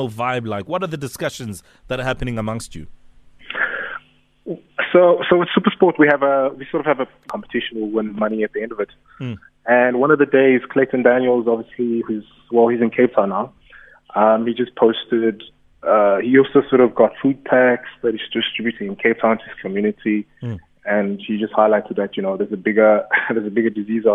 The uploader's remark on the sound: PHONE INTERVIEW.